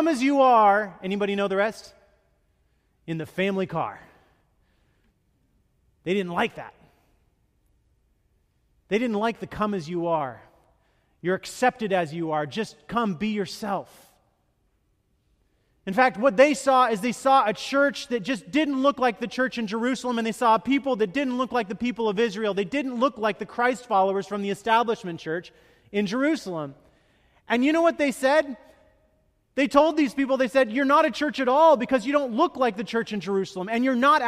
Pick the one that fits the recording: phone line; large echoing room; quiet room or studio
large echoing room